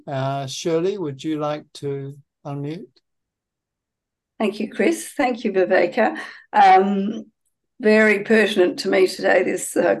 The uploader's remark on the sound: We apologise that the talk starts at 30 minutes into the teaching and at times the audio is very poor. Due to an international audience, these weekly Tuesday night teachings are happening via Zoom from Bodhinyana Monastery.